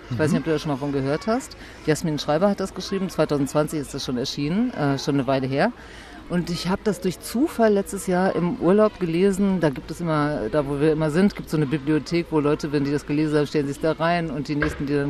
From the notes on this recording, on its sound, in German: Als Ort unseres Podcasts haben wir uns diesmal das schöne Sommerbad Wuhlheide ausgesucht - und es sogar geschafft, VOR der Aufnahme schwimmen zu gehen: Im trotz Sanierung immer noch herrlich hellblau gekachelten 25-Meter-Becken.